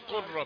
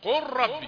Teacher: ادغام بغير غنى، لام ساكنه وبعدها راء · Shown in: second take